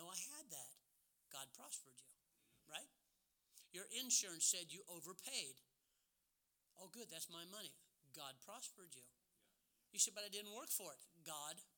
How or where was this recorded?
large echoing room